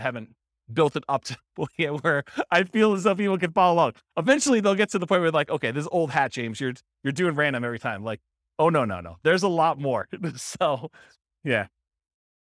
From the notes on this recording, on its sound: This was a live class recorded